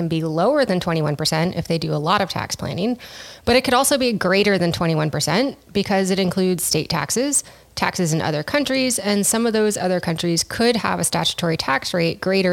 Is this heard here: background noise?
no